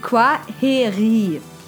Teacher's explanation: Das I spricht man länger hinten und das KW vorne wie ein Qua.